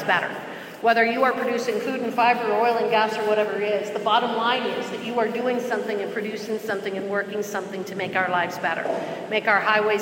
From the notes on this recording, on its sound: Panel from the 2019 Energy Exposition. At the Energy Exposition 2019 in Gillette, Wy.